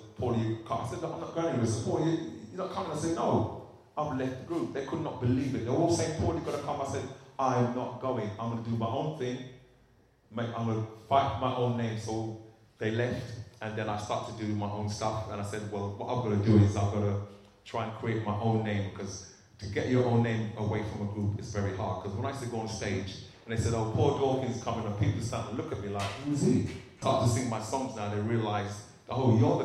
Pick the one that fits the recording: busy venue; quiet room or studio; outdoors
busy venue